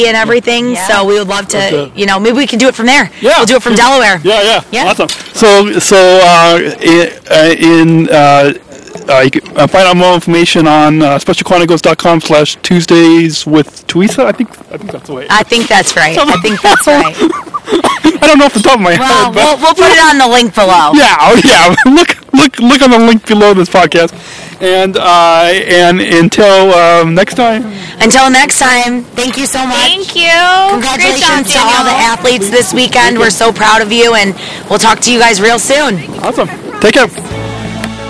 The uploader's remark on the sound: 2018 Winter Games LIVE From Galena, IL